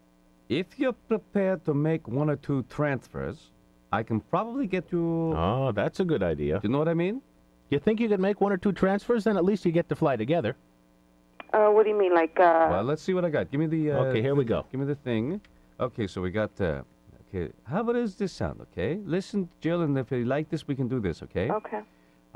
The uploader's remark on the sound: prank phone call